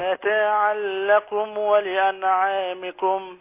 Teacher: إدغام بغير غنة حركة واحدة